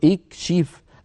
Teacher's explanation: الشين مكسورة لذلك كسرنا همزة الوصل عند البدء